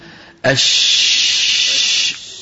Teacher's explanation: بتلاقي ماشي معك الشين، شو السبب؟ مخرجه مو مقفول · Term: الرخاوة